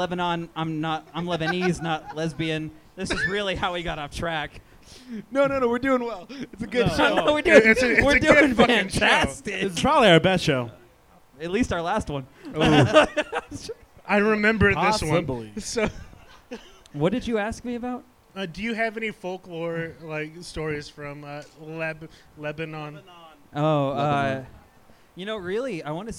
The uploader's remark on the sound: Second Live show.